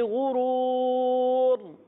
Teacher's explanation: गैन को भी पुर पढ़ना है, रा को भी पुर पढ़ना है, क्योंकि रा पर जबर पेश आ जाए रा को पुर पढ़ा जाता है, गैन को भी पुर पढ़ेंगे।